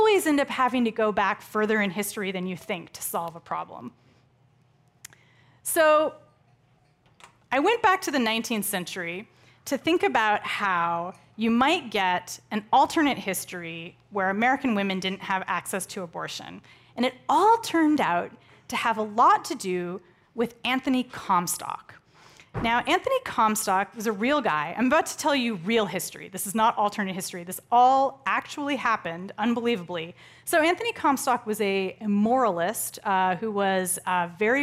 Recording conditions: live audience